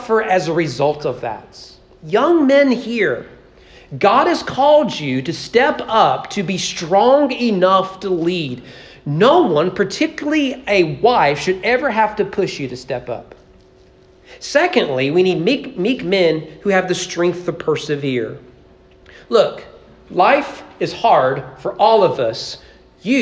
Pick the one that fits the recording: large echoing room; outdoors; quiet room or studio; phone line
large echoing room